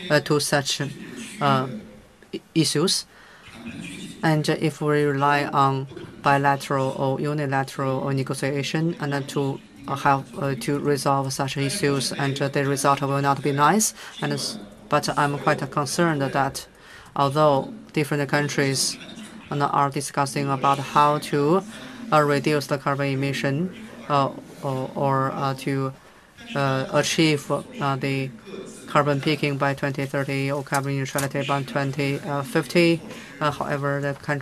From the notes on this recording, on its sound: At the Sixth Hongqiao International Economic Forum, we host a panel